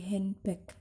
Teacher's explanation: Kemudian yang kedua itu internal deletion, yaitu ada di tengah ya, delete-nya ada di tengah. Jadi penulisannya handbag, tapi nanti kita bacanya ketika pronounce yaitu tanpa D